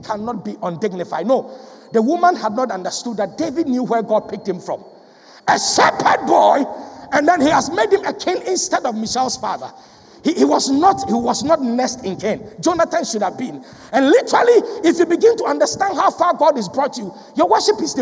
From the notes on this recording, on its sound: Sermon preached at CBC Shiashie Campus